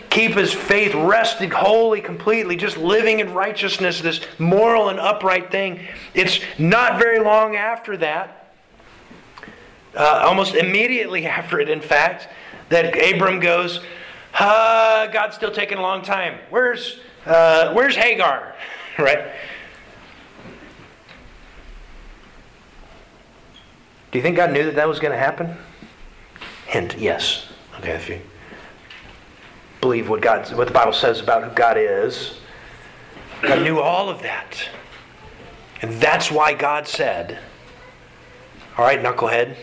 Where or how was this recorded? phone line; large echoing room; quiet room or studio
large echoing room